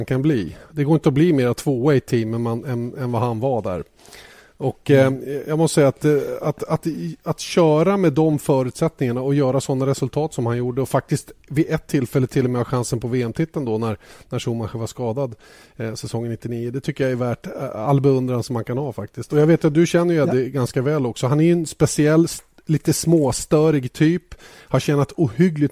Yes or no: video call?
no